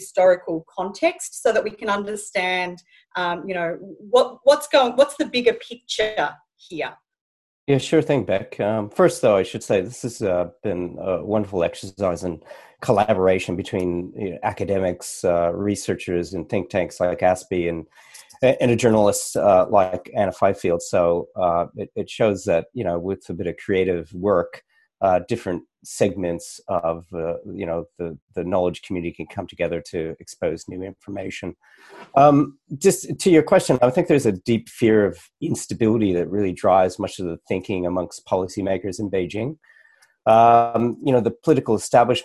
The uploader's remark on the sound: In this La Trobe Asia webinar.